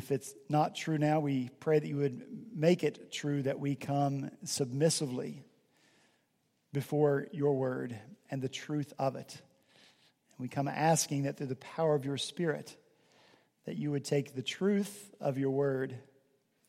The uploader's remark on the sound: At Redeemer Presbyterian Church in Charleston, SC, our senior pastor preached from Deuteronomy 34:5-8.